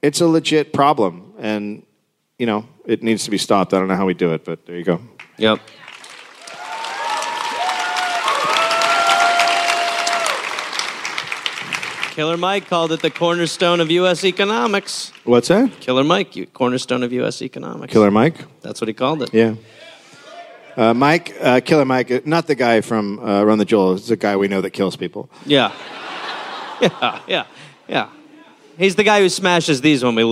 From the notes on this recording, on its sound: Recorded live in Nashville.